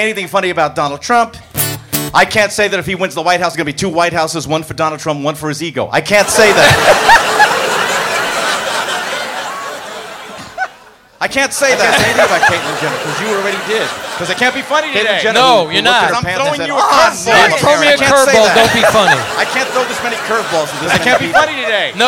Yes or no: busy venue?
yes